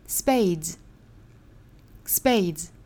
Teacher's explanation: 解，我们来看第一句话。那第一句话需要注意的两个词，一个是 spade， spade 这个词里面的这个字母 p 要注意不送气，不能发 spade，应该是 spade，spade，再加后面的这个 s 应该读浊辅音 z，所以在跟前面的 d 一拼就应该发成 z，z，spades，spades。I know that the spades are the swords of a